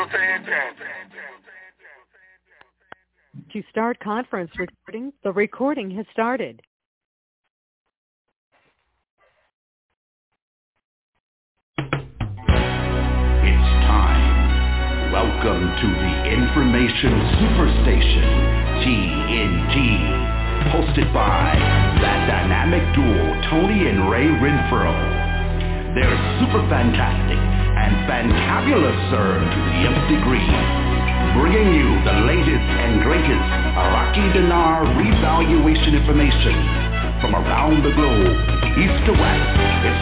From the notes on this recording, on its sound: TNTSuperfantastic Conference Call